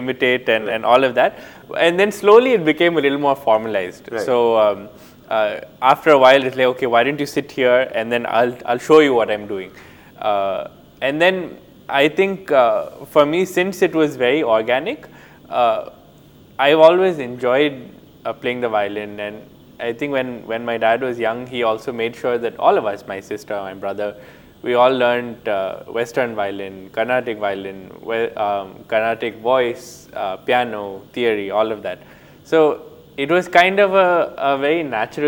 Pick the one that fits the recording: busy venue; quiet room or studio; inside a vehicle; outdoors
busy venue